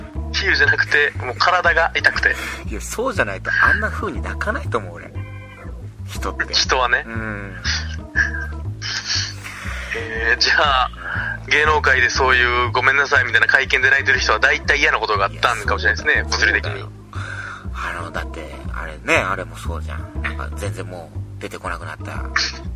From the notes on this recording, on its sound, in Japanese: 電波状況が悪すぎる電話収録。あたま3分間ほど聞き取りづらいですが、のちにクリアになります。